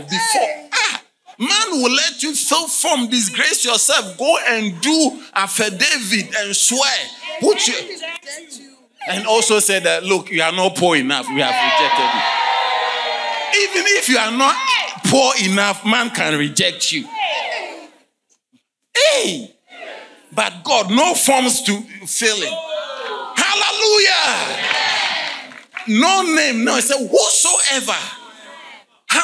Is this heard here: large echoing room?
yes